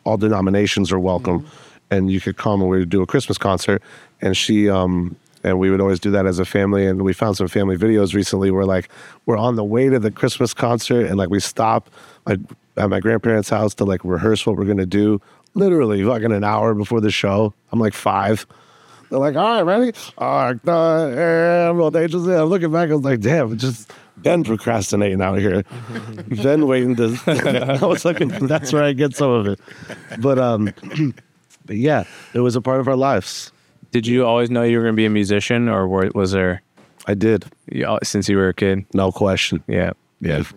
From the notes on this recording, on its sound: Featuring a performance of the piece at the end. Recorded live in New York’s West Village at the Olive tree Café during business hours.